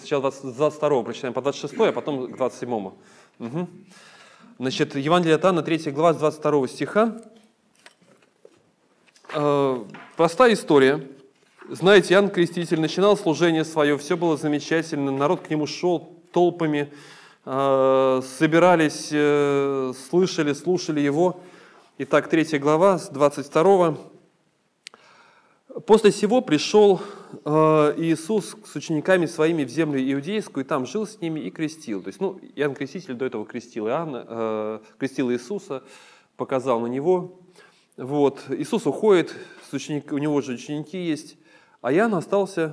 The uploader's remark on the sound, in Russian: Полная запись богослужения